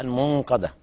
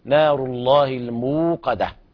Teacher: الموقدة تضم الشفتين ضمة كاملة مع الواو · Shown in: second take · نار الله الموقدة بهذه الطريقة.